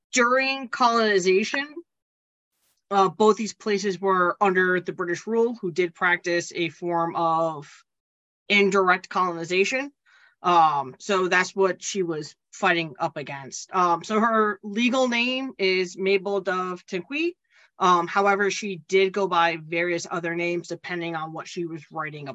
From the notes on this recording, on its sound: your four hosts are back around the (Zoom) table